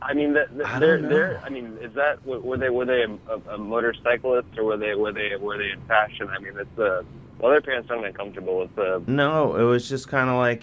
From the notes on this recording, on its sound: Tonight the guest is you the listener. Talks on the phone.